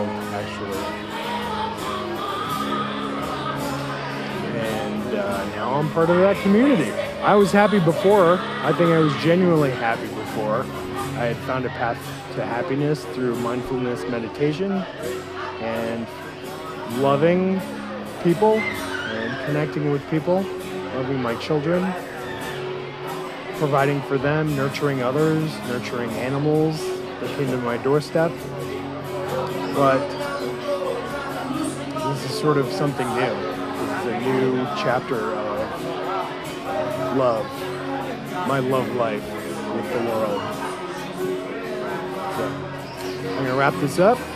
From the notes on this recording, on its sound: there's some dance floor live recording action